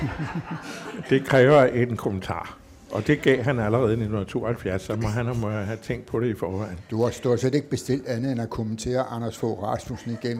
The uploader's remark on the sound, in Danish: Ronkedorerne var til lejligheden flyttet til foyeren i Københavns Hovedbibliotek med en oplagt publikum som tilhører.